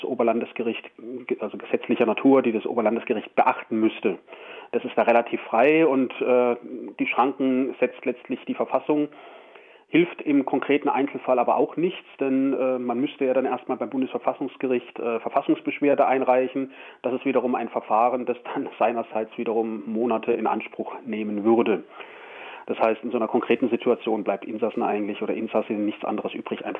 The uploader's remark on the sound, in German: Immer noch nicht mit uns im RDL Studio an unserer August- Ausbruchsendung teilhaben, sondern nur per Telefon.